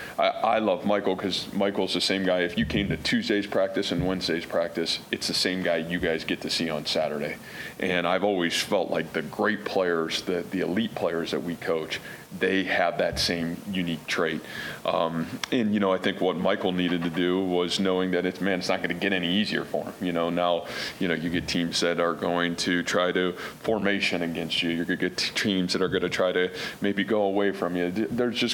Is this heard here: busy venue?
yes